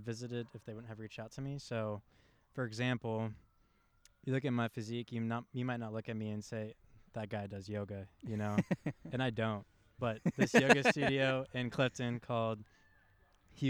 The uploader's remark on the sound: the background audio may have noise, as we recorded in a park.